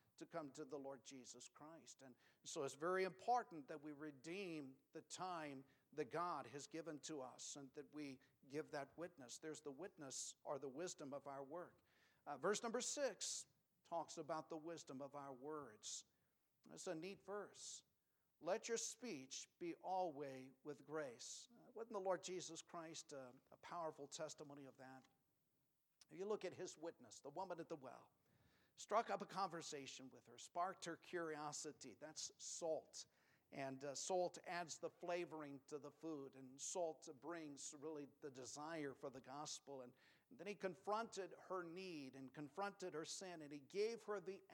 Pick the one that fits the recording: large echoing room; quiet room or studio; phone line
large echoing room